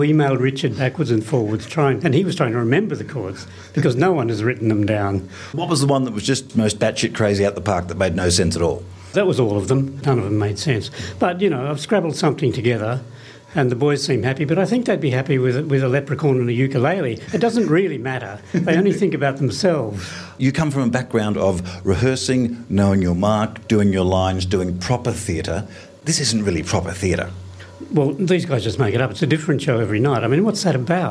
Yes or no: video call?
no